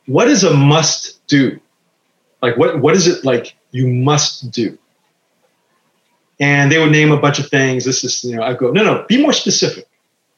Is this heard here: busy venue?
no